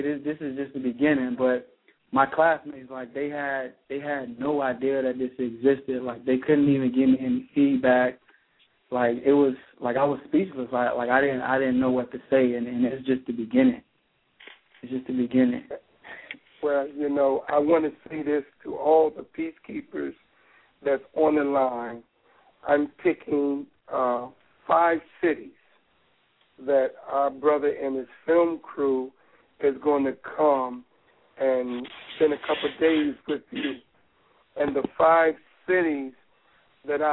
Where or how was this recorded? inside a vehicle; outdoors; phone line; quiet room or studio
phone line